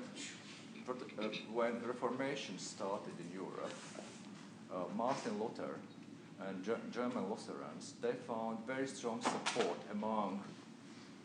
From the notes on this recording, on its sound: at the University of Washington on April 23, 2015